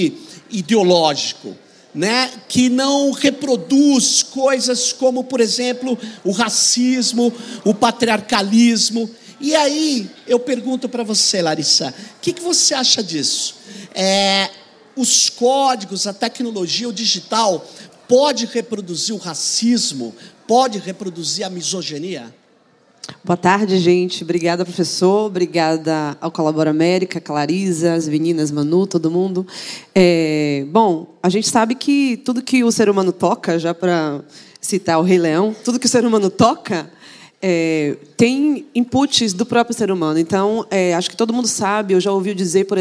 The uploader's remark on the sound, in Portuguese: Esse foi o primeiro Tecnopolítica gravado fora de São Paulo, no Rio de Janeiro, durante o evento ColaborAmerica 2019, e com plateia.